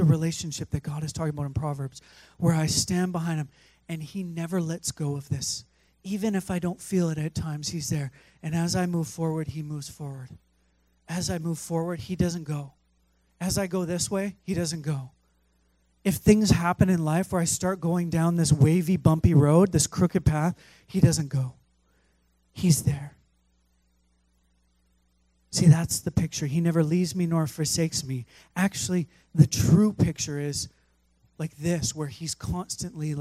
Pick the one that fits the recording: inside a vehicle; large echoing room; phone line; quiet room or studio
large echoing room